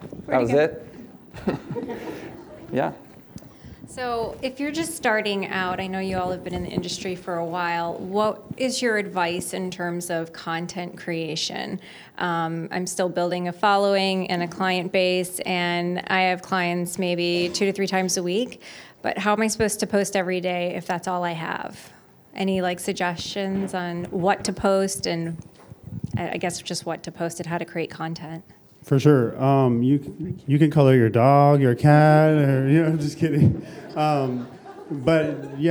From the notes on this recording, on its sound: LIVE at ISSE 2020. Had a panel of four successful independent hairstylists discuss their strategies and tactics for being successful. Took questions from the audience.